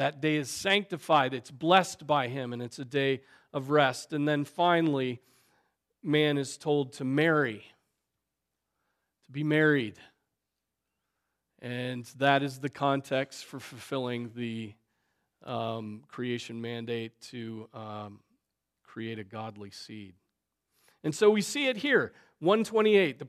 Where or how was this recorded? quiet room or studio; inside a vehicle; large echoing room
large echoing room